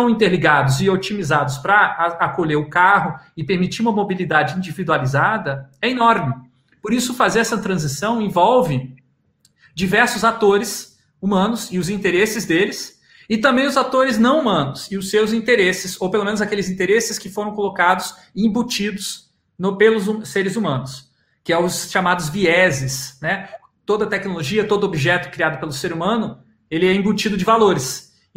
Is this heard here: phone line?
no